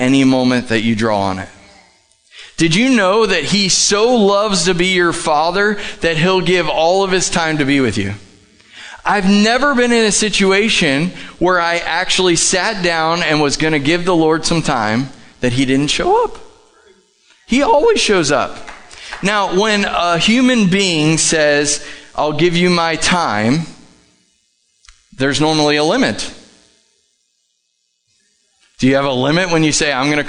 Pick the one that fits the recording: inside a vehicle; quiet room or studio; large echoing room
large echoing room